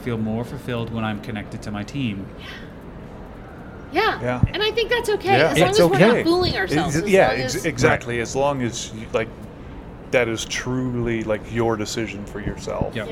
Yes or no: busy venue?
yes